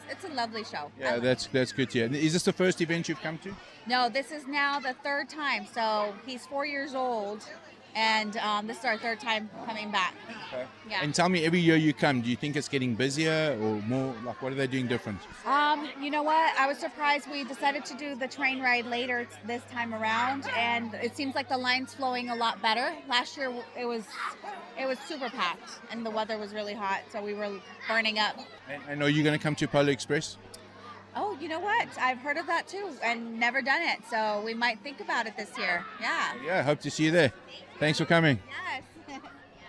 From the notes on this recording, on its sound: Todays episode comes live from the Day out with Thomas, We chat to volunteers and guest to find out what makes this years Day out with Thomas so special.